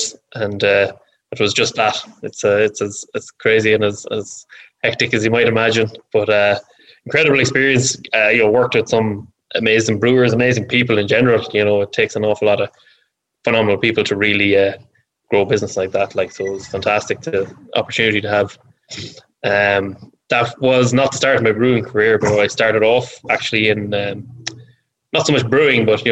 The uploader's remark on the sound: This episode is slightly different to our previous podcast episodes, as it was recorded during a live online event that we hosted previously. We shared the recipe on screen as we chatted through it, so you may hear some references to that.